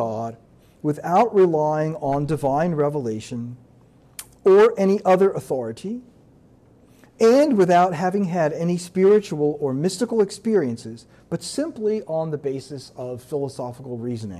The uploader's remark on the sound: This lecture was given on September 11, 2023, at the University of Maryland